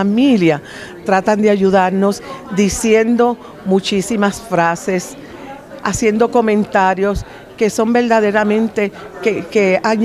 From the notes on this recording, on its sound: at the 46th Conference of The Compassionate Friends.